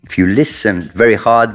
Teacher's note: non si pronuncia il T in listen